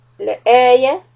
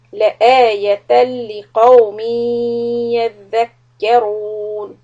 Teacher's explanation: the hamza is long but the ya is short